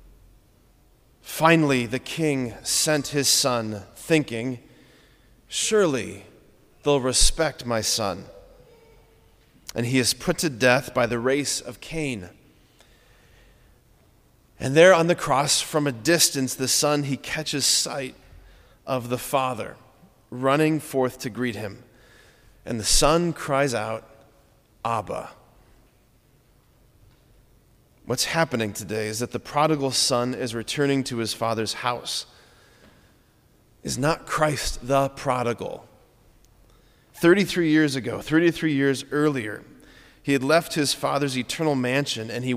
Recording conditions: large echoing room